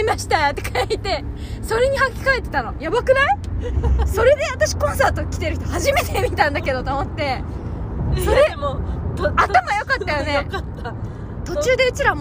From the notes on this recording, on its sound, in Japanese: 帰り道で録音してよかった！